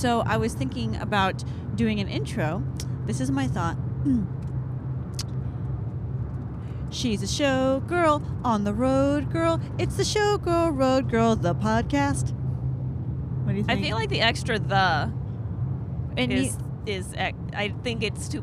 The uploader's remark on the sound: This leads to us recording our lives flashing before our eyes as an 18 wheeler almost rams into us on the highway. Were recorded in 2019 when my production was on the road.